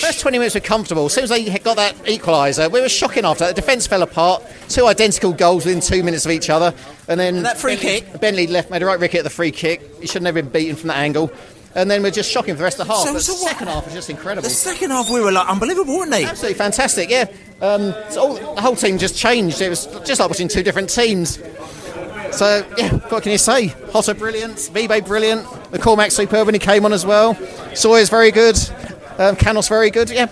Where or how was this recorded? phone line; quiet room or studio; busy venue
busy venue